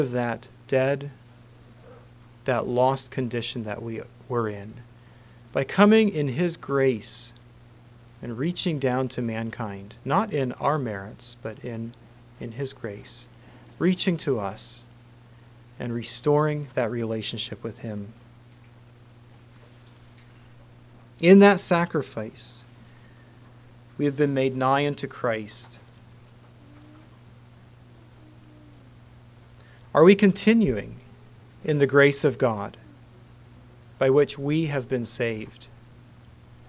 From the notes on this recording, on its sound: Council Message. Message preached at Word of Hope.